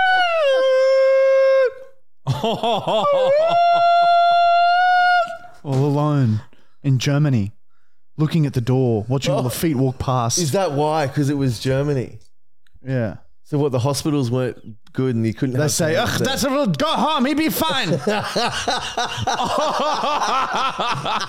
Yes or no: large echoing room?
no